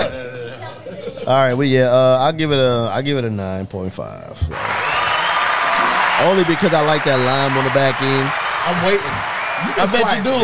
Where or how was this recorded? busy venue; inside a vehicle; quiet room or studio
busy venue